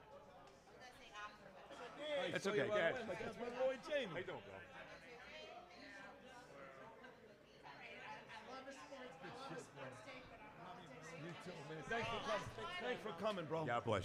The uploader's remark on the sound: Live from Hackensack Brewing.